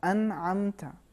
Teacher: نون کا اظہار ہوگا، یعنی اپنے مخرج سے ادا ہوگا، اور بعد والے حرف میں بھی تشدید نہیں آئے گی عمومی طریقے سے۔